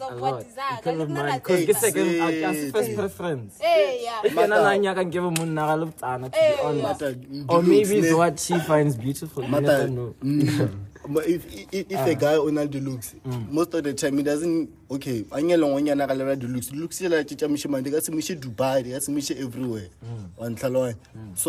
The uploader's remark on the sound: Shot this outside so there’s no video rn.